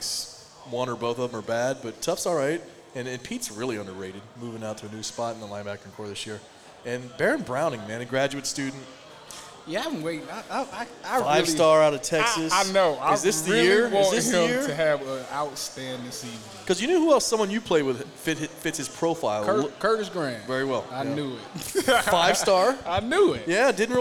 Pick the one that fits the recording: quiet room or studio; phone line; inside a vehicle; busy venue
busy venue